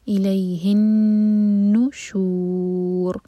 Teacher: رو کو ساکن کر کے رکیں گے تو رو ہیوی ہوگا، کیونکہ رو ساکن سے پہلے دوما آ رہا ہے